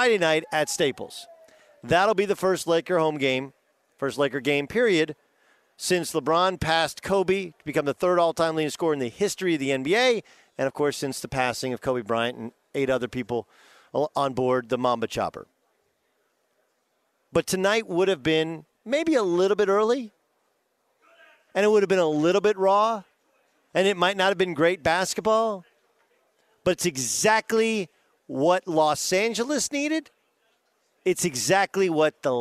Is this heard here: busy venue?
yes